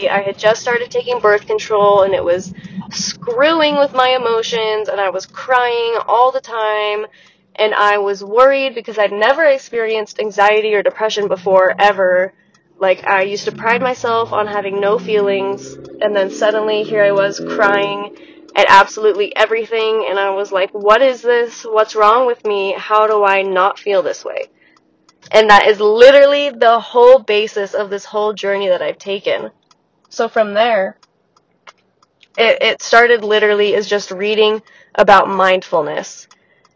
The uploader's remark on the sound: Warning: scratchy audio + sick stuffy nose voice.